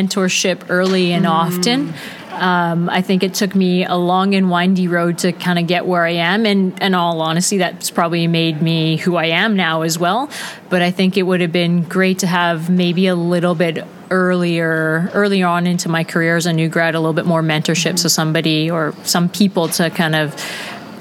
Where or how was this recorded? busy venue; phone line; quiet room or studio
busy venue